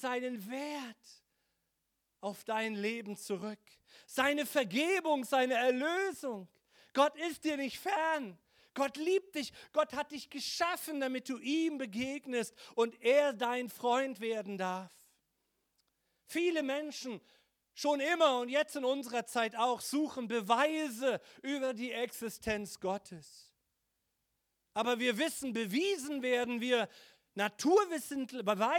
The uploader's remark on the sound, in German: Heiligabend 2022 - Gottesdienst Predigt